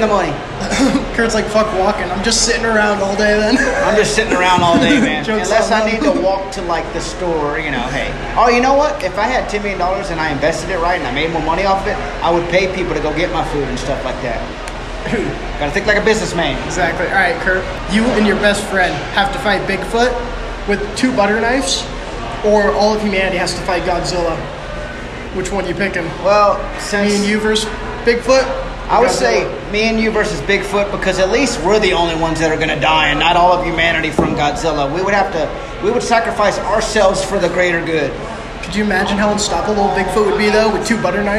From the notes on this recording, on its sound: Live from Dive Bars across America!